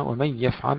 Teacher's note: إدغام بلا غنة لخلف عن حمزة